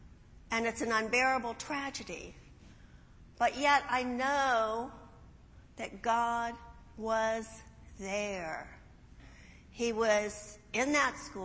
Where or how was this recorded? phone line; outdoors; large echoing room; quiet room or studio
large echoing room